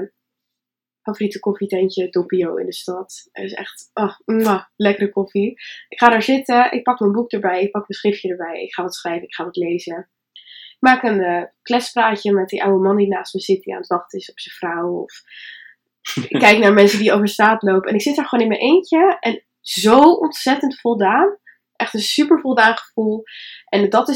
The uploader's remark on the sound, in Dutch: Het geluidskwaliteit is nog niet helemaal top